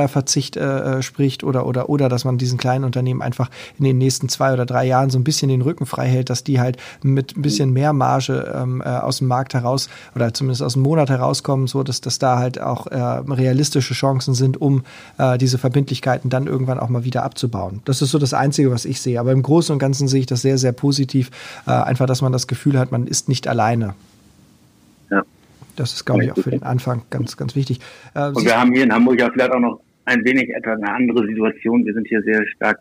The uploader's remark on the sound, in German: auf Grund des Kontaktverbots am Telefon